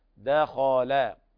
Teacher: ويلاحظ هنا ترقيق الدال لمجاورتها حرف من حروف الاستعلاء وهو الخاء